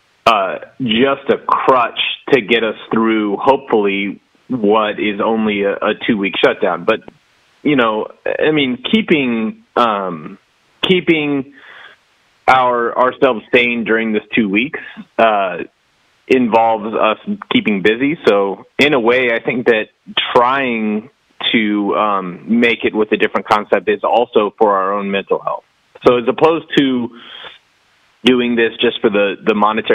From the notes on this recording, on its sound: The interviews on this episode were conducted by phone in accordance with public health officials’ social distancing recommendations.